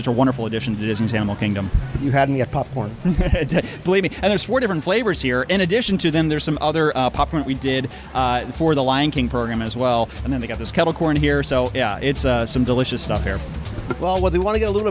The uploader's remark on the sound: Live Review and Interviews at Harambe Market in Disney’s Animal Kingdom